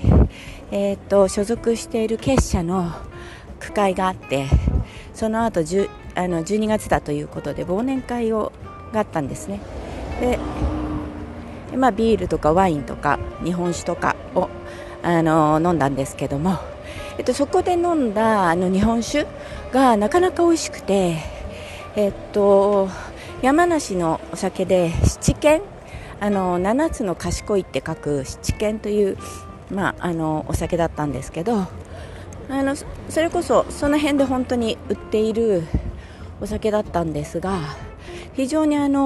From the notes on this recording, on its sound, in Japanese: 12月の東京ぶらり飲み歩き編。リアル居酒屋トーク。リアル収録ならではの雰囲気をお楽しみ下さい。